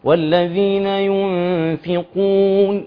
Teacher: كتير من الناس لا يأتي بمرتبة القاف، ومرتبة القاف هنا على ما أعتقد هتكون الثالثة، فلا نقول والذين ينفقون قون. · Term: القاف المضمومة